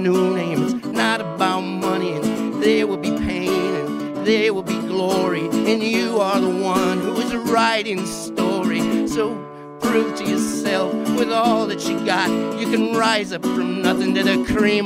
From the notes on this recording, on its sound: The podcast celebrates the Reds Opening Day on location at a festive art gallery inspired by Reds baseball cards.